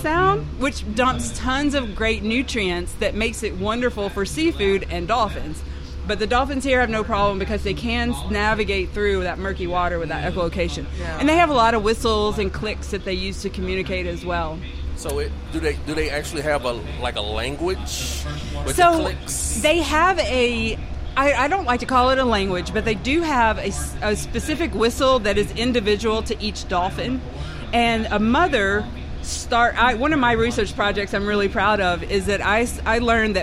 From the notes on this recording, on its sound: we’re on the road live from the 27th Annual Cruisin’ the Coast at Cruisin’ Central in Gulfport